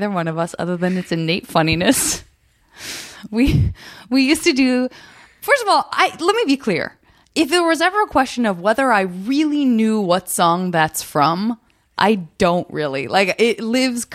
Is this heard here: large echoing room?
no